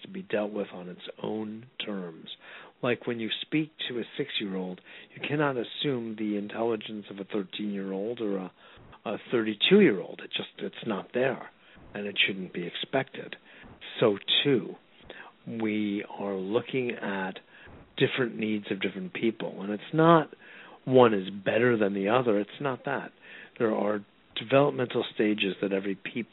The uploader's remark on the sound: A Call-In Show